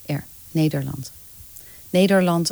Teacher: die R, die finale r, die mag je heel mild aanraken. Of je maakt er een gevocaliseerde R van. R, Nederland.